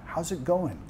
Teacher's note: Bajando en entonación al final